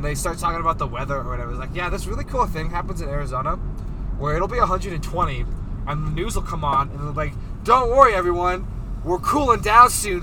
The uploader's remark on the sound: Road tripping to Denver this week, so they decided to record along the way. Road tripping to Denver this week, so they decided to record along the way.